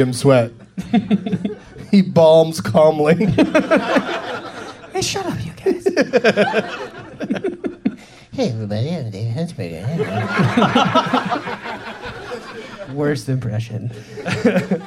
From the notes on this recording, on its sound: Live from the Comedy Attic in Bloomington,